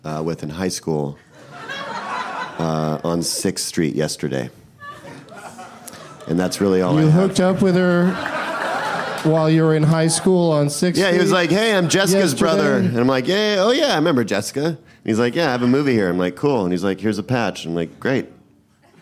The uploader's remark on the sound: Live from SXSW in Austin